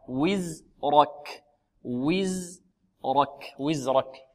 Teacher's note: الزاي مرققة والراء مفخمة والكاف مرققة